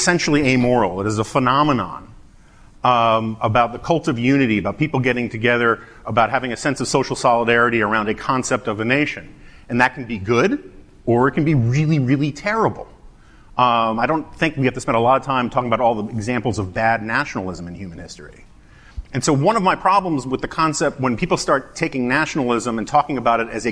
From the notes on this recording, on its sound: The latest episode of The Remnant is actually audio of a conversation. At the 2019 National Review Ideas Summit.